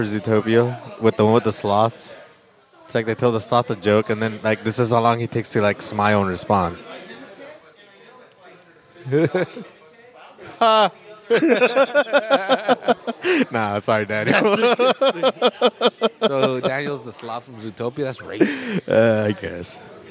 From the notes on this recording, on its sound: we play a segment we recorded last month at the open mic held at the Press Club in Seaside